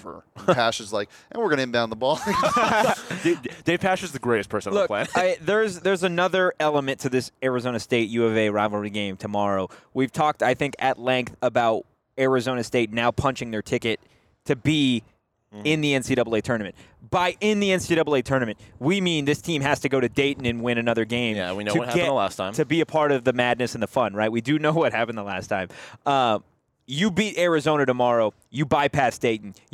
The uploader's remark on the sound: live from T-Mobile Arena in Las Vegas